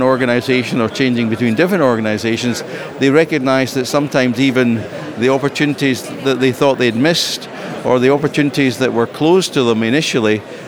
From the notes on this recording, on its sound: Cipfa Conference Special: 2017. The podcast contains a series of interviews, conversations and vox pops with speakers and delegates from the conference which capture insight and interesting snapshots from the event.